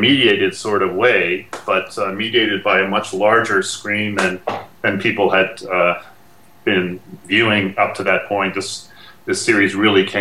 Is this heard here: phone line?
no